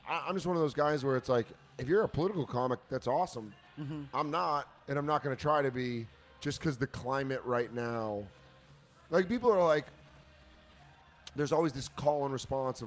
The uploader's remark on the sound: Live from Container Bar.